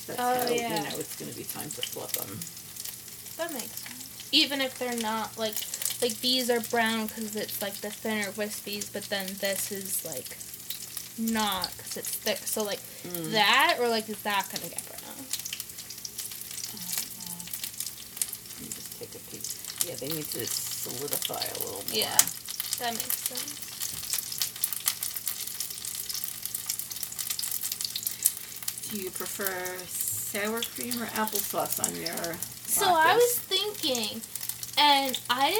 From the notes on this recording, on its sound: This episode plays out a little differently than others as the mother-daughter duo step into the kitchen to live cook one of their favorite dishes.